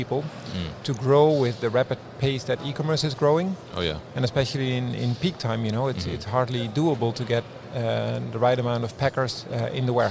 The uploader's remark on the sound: Quadient at MODEX 2020. This episode was recorded at MODEX 2020.